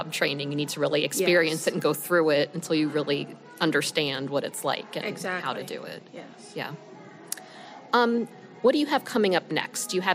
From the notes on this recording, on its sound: On Stage in Nashville, Tennessee. I had the opportunity to chat with data experts from states across the country at this year's IDC Interactive Institute live in Nashville, Tennessee.